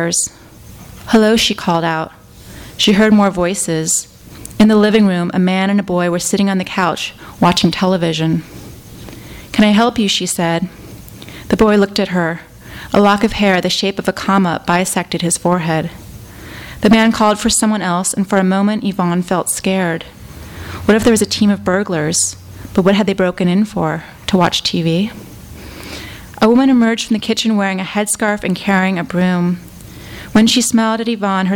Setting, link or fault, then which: setting, live audience